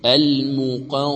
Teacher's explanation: الغنة إذا جاء قبلها حرف استعلاء وبعدها حرف استعلاء أيضا يصعب النطق بها مرققة